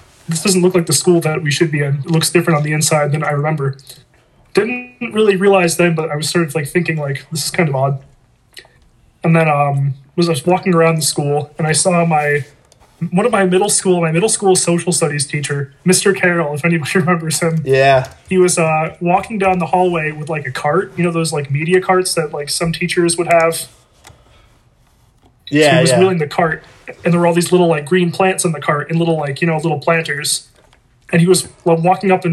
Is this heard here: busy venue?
no